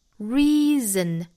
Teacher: 注意长元音 e,嘴角裂开紧张度